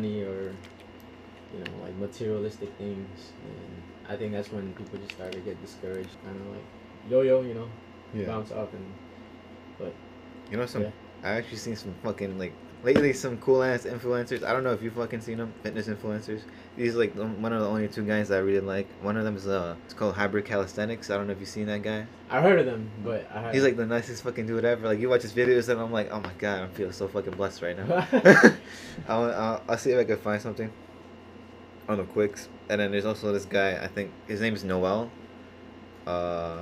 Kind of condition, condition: fault, poor microphone